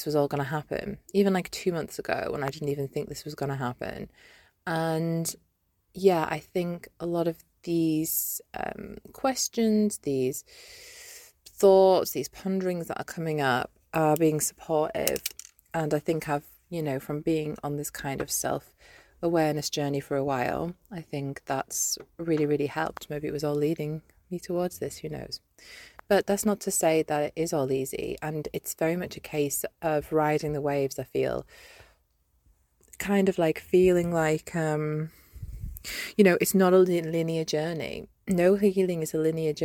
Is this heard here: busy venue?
no